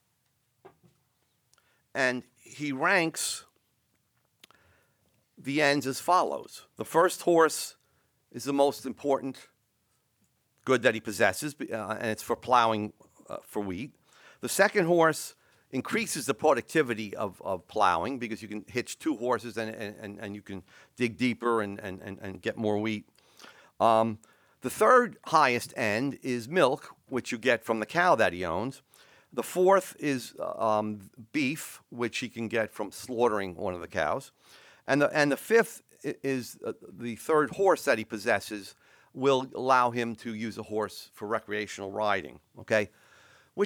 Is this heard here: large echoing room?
yes